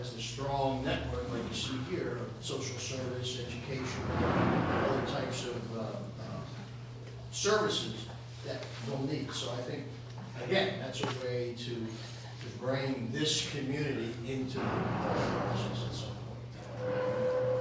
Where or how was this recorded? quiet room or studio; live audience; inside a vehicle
live audience